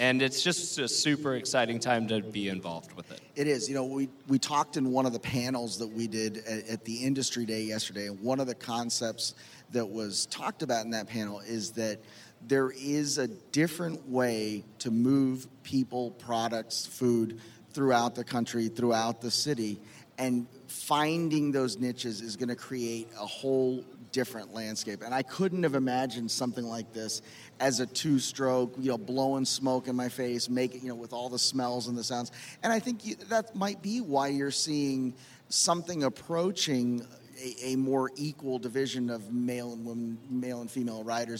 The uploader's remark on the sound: LIVE from LONG BEACH